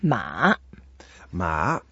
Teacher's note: And then to call a horse is the third tone.